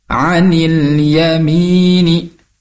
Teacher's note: Izhar itu artinya jelas, yang artinya ketika kita membaca maka bunyi lam sukunya itu dijelaskan · Term: izhar qomariyah